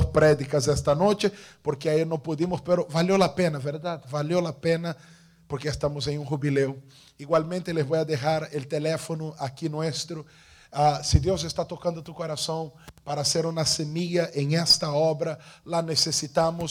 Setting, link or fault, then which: setting, large echoing room